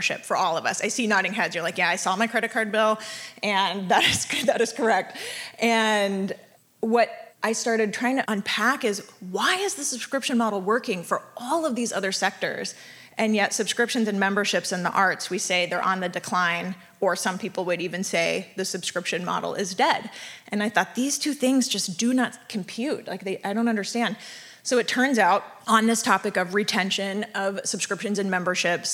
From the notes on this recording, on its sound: a live show we recorded just last night at the book launch party here in San Francisco